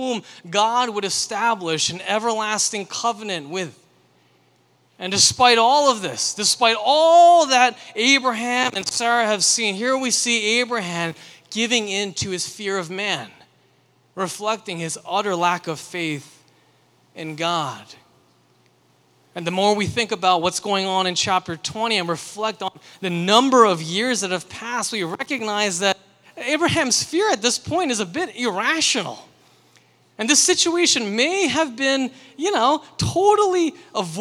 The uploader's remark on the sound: sermon for Liberti River Wards' June 25, 2023, Sunday worship service